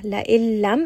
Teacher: La illam, it is idgham. So merge the noon into the lam and completely drop it. It is not going to go up into the nose at all. · Term: idgham without gunnah